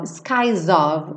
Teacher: O S adquire um som de Z e faz a ligação